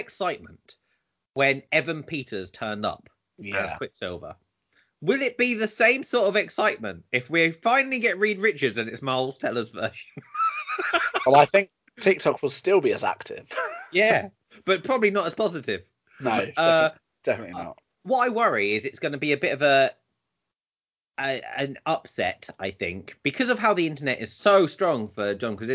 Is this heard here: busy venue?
no